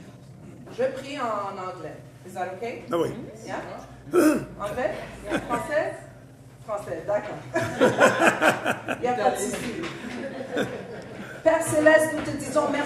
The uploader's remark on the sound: LIVE AT THE HUB